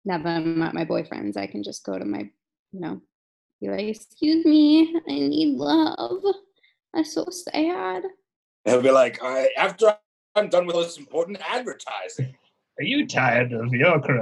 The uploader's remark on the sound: Talks to her producers on a Zoom call about some of the dirtier aspects she’s noticed.